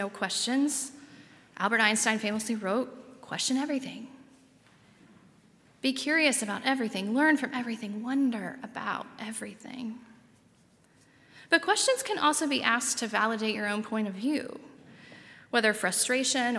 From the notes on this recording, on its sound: at Highland Baptist Church